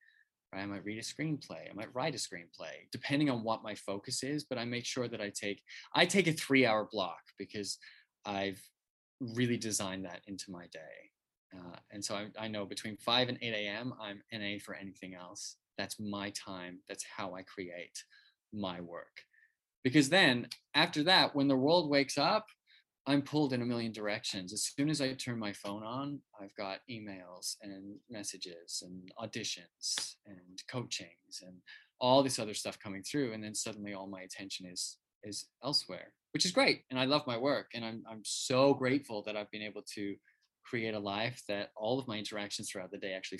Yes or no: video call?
yes